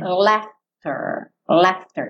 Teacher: Esse GH vai ter um som de F mesmo, tá? E esse AU vai ter um som meio de E mesmo. No inglês britânico, um pouquinho mais A.